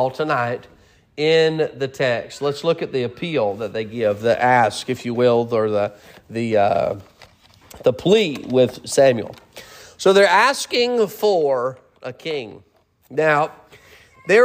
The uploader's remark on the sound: Sermon preached at Mid County Baptist Church